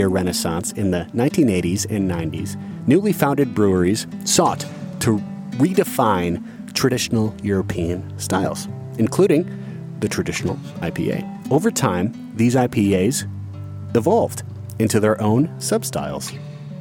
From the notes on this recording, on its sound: Today we pair a beer style with Grand Teton National Park. As we hike deep into the Teton Mountain Range. Our final destination is the remote Delta Lake.